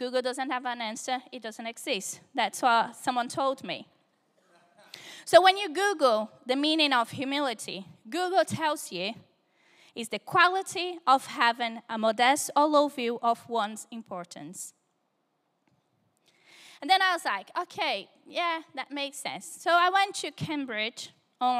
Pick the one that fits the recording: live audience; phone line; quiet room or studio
live audience